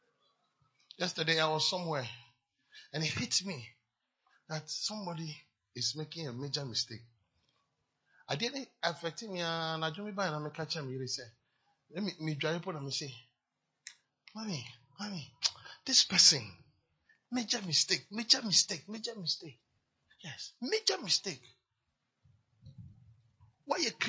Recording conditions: large echoing room